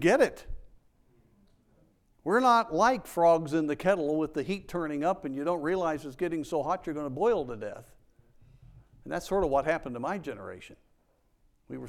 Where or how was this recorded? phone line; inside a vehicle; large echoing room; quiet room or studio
large echoing room